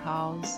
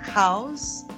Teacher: Quando tá pronunciando o H um R bem forte, um R maiúsculo. · Shown in: second take